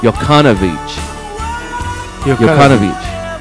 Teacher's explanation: the Serbian J, it's pretty straightforward. It's a Y sound, so that's nothing really new.